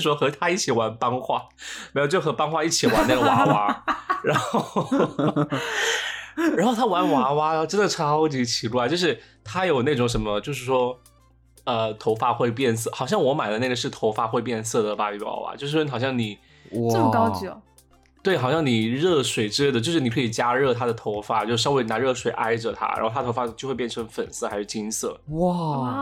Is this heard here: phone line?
no